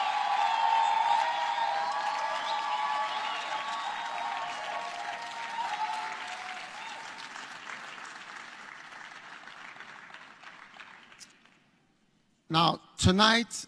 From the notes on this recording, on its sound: Preached at the Action Conference 2023, Zimbabwe.